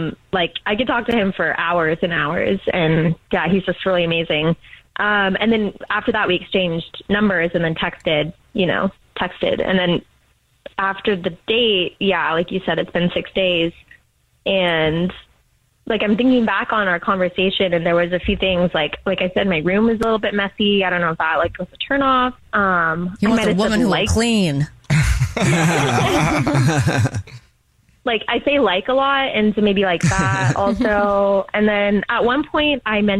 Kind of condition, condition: link, phone line